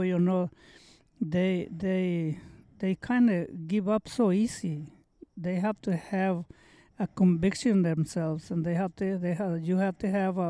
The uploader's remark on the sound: This episode was recorded and filmed outside, so I apologize if there are any annoying barks, or birds!